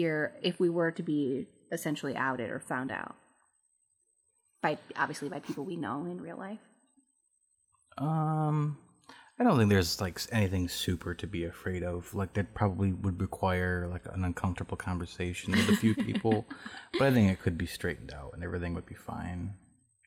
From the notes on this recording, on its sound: Headphones not recommended. There was an extremely loud high pitched noise throughout the entire recording.